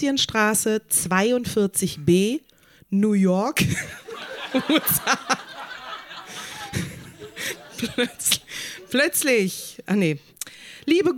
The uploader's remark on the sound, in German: Im Monarch, Berlin. Texte von gestern“-Liveshow. Unser tolles Publikum.